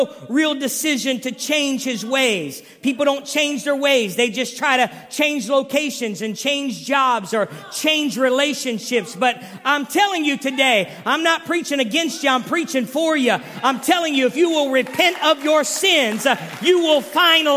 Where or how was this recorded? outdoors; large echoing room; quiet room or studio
large echoing room